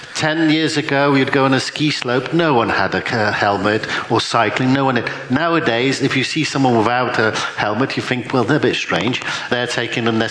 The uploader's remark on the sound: panel discussion from the CEE Sustainable Finance Summit 2022